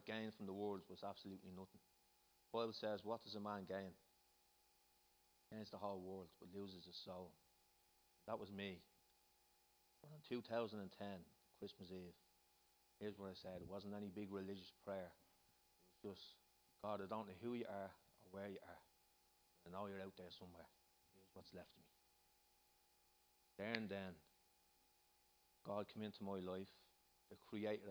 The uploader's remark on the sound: Recorded live in Liberty Church on 23rd June 2019